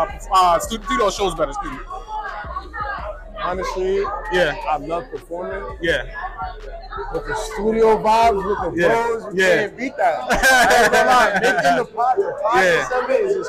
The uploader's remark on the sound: Is live at the Tunage Showcase.